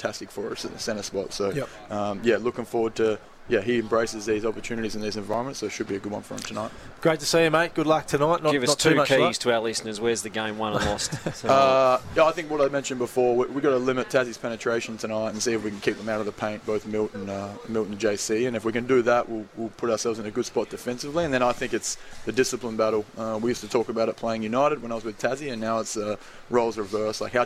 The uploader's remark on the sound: LIVE from Chemist Warehouse.